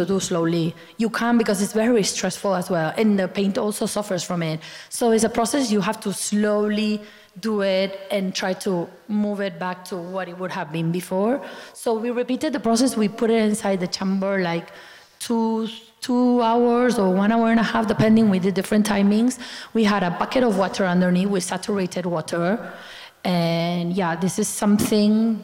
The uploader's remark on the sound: This session was recorded live in November 2019 at National Gallery Singapore.